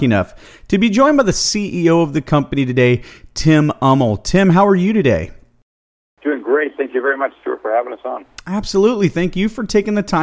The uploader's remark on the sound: called in to SmallCapVoice